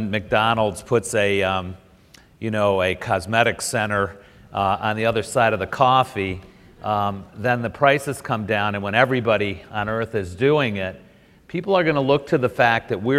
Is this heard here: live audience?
yes